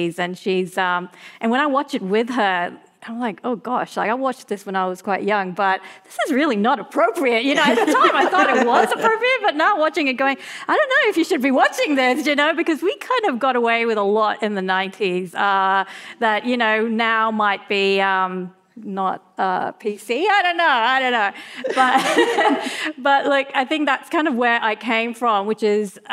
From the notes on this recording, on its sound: For a panel event. This episode was recorded live at the 2023 Sydney Writers’ Festival.